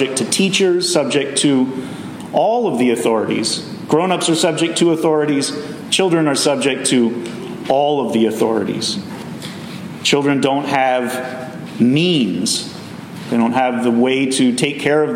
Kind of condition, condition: setting, large echoing room